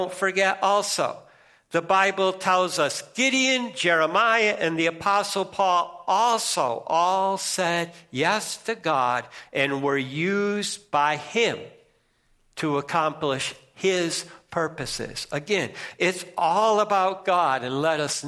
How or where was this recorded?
large echoing room